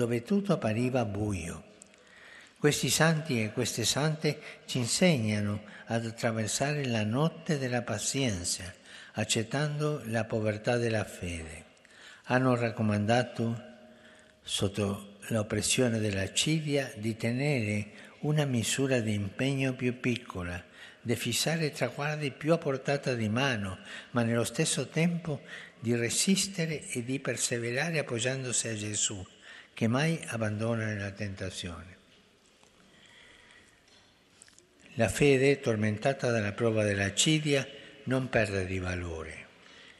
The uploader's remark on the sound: FROM THE PAULVI HALL